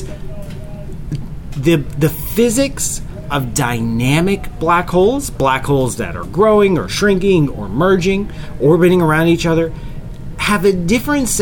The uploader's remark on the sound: We recorded this week's episode of the QA show from inside the Carnival Magic cruise ship, as part of our summer Astrotour.